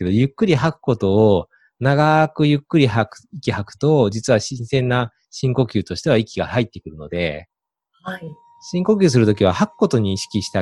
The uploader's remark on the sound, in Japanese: オンライン収録のため、通常より音声が劣りますがご了承ください。